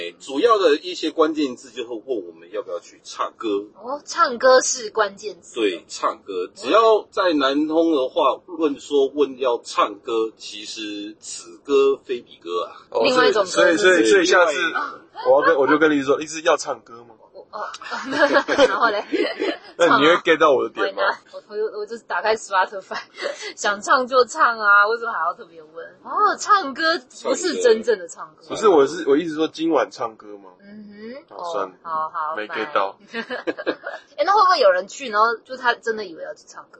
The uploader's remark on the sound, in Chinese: 本集節目在紫爆擁堵的國道五號上錄音，音質很糞沿路開車